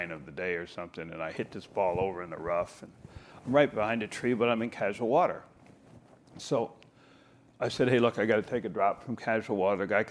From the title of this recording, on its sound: live from the PGA Show